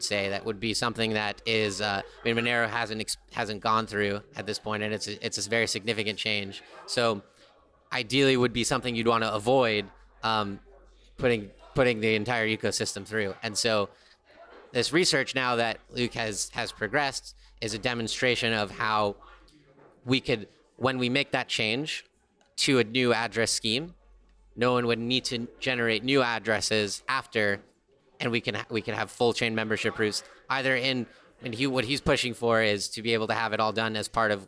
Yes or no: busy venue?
yes